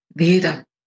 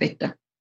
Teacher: Und man hört häufiger weiche D statt T. · Shown in: first take · Term: mittelbayerische Konsonantenschwächung